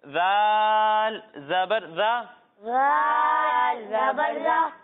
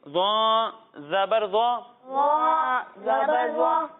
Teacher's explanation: اس میں بھی زال کی طرح سیٹی کی آواز نہیں آئے گی لیکن اسے ہم موٹا کر کے پڑھیں گے · Shown in: second take · کیوں؟ کیونکہ زو حروف مستعدیہ میں سے ہے یعنی ان حروف